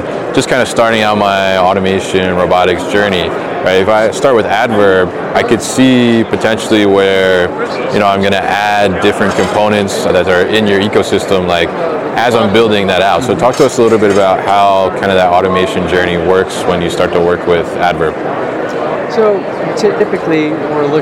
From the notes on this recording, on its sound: live from Manifest 2023